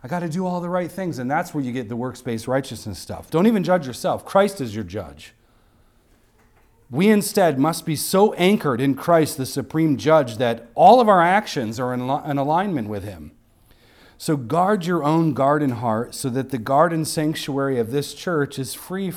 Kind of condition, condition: setting, large echoing room